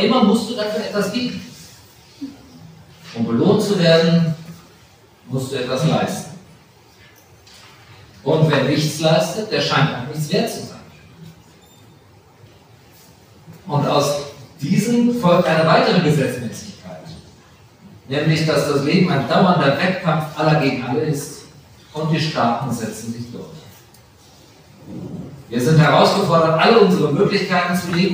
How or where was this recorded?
large echoing room